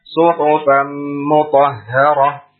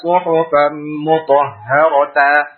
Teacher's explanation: Tak merbutoh berubah menjadi ha sukun tanpa dipanjangkan. · Shown in: first take · Maka kita baca suhufan mutahharah.